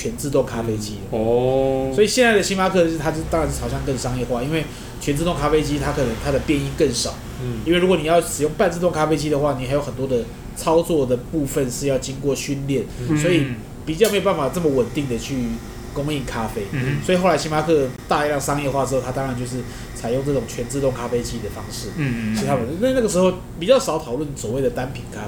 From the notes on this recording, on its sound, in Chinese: 本集白噪音指數：蚊風級 1/5。錄音地點： 一步一步來 - Kopi Ibrik。